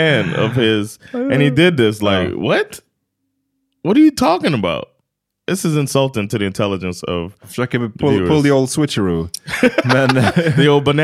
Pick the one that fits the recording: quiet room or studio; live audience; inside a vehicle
quiet room or studio